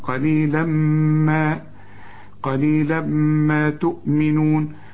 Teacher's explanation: قليلا تنوين وبعد ميم إدغام كامل بغنة